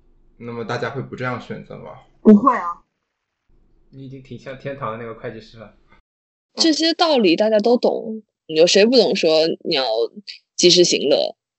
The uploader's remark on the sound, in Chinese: 本期为远程连线录制，音质还请多包涵。